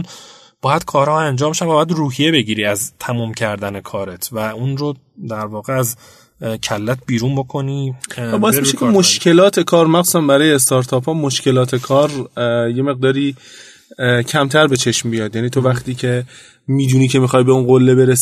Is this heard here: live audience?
no